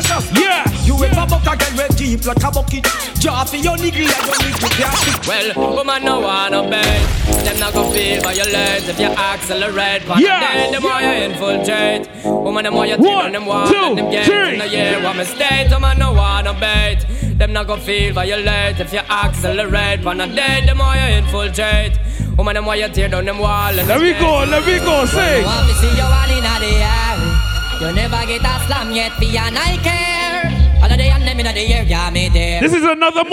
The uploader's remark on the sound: LIVE AUDIO FROM ANOTHER MOTIVE AFTER PARTY: IT'S A CARNIVAL DAY PARTY